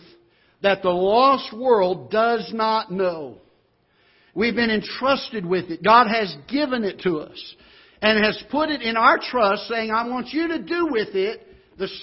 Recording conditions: large echoing room